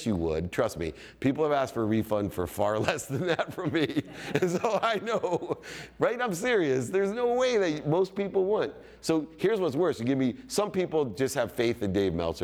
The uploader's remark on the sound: In his keynote at the VeeCon Visa Creator Stage.